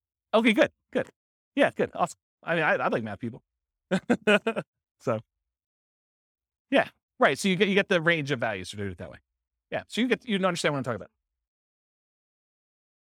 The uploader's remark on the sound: This was a live class recorded